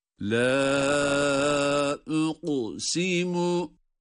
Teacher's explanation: Bunu böyle detaylandırdıktan sonra la uqsimu derken uqu, kafta galgale sıfatı var. Cezim olması itibariyle galgale ile ve kalın okuyoruz.